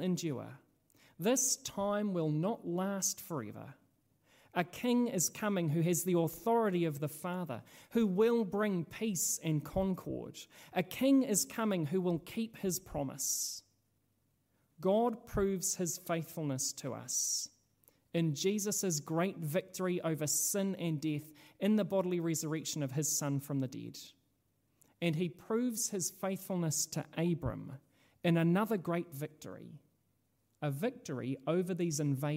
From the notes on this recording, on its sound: This sermon was originally preached at Holy Trinity Richmond.